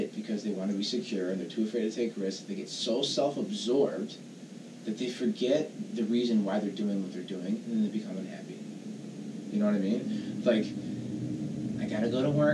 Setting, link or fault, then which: fault, poor sound quality